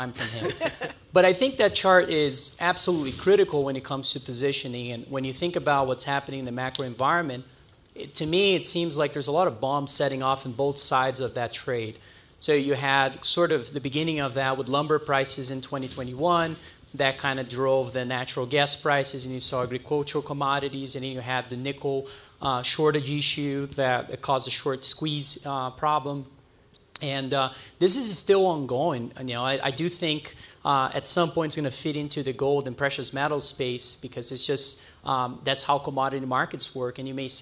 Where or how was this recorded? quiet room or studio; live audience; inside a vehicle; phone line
live audience